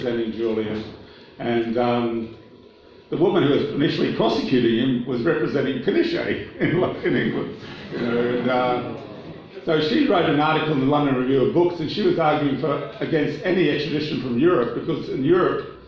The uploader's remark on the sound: Forum at Kurilpa Hall, Brisbane, on 11 Dec 2019